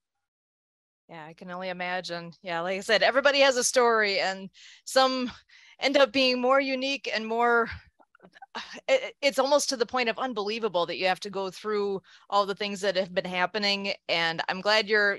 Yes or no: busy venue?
no